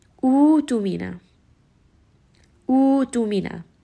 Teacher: And the sukun, the hamza sukun, we are going to drop. So we are taking away the hamza and turning it into a two-count med.